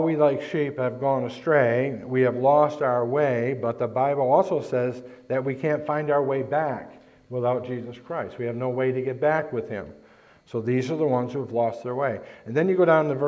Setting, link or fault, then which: setting, large echoing room